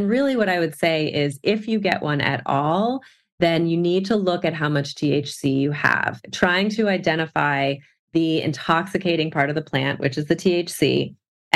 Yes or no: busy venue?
no